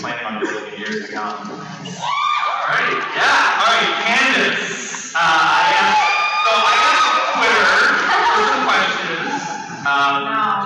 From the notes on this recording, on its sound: A fun panel that we attended while at the convention and give you the feeling of being there. On this one you get a panel hosted by TV Guide magazine for CW's "The Flash" tv series from WONDERCON 2015.